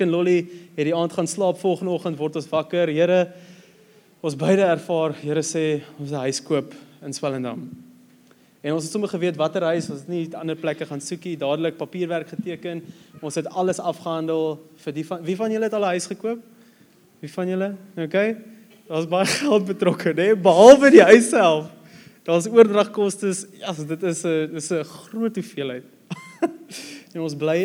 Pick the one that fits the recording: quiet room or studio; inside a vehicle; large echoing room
large echoing room